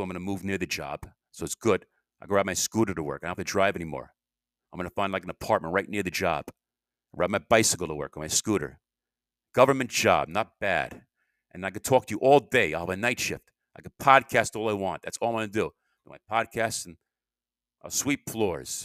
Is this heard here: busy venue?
no